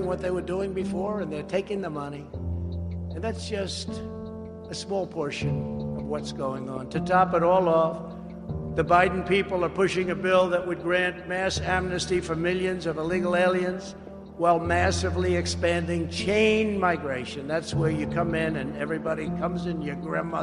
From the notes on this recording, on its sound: speaks at the Conservative Political Action Conference (CPAC) in Orlando, Florida on February 28th, 2021.